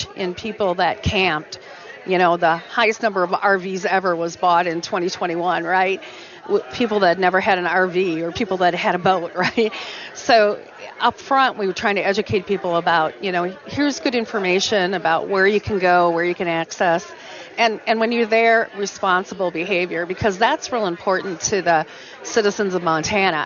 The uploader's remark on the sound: Live From the Governor’s Conference On Tourism & Recreation